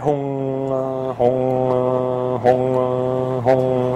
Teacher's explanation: si ripete un po' con questo finale gutturale